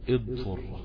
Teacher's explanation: كلمة الضر حرف الضاد الساكنة اختلطت بحرف الطاء المحركة الضم، وكلاهما يشتركان في صفات القوة.